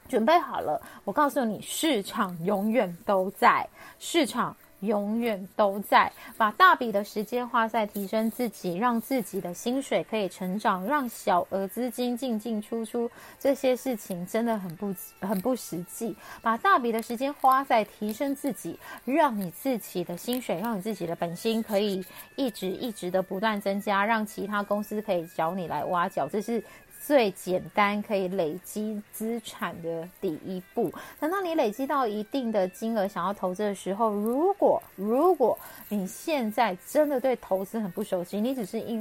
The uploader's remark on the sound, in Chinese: 這一集換了錄音方式，所以有些沙沙的聲音